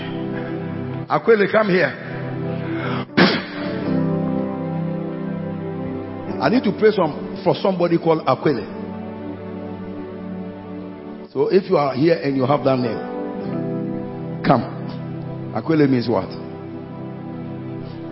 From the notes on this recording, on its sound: Preached at the He Gave Gifts Unto Men Conference, Day 1 - The Makarios Cathedral, HQ